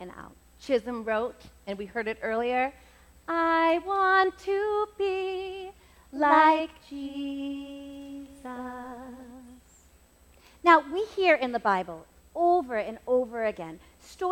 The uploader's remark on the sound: This episode was recorded LIVE at the First Baptist Church in Reading, MA. Every once in a while, we get the opportunity to present a Hymn Talk Twin Talk message during a worship service.